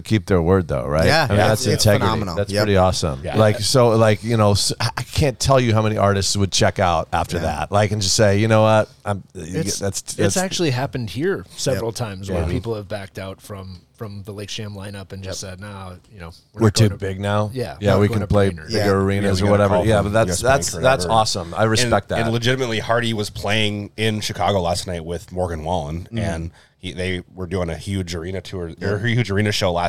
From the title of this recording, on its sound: Live at Lakes Jam